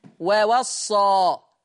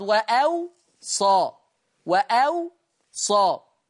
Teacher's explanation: أيضا يقرأ ووصى، بيشدد الصاد وبواوين مفتوحتين ووصى، لكن ورش يضع همزة بين الواوين ويسكن الواو الثانية ويخفف الصاد · Shown in: second take